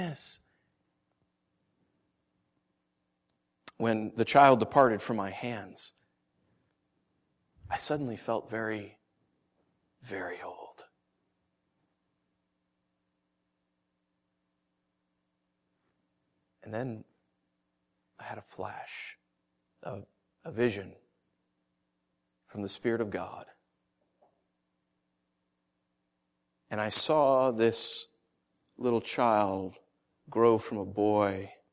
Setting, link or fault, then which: setting, large echoing room